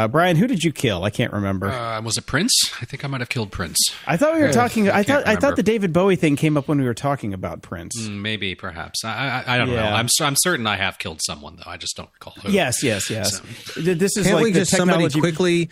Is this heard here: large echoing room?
no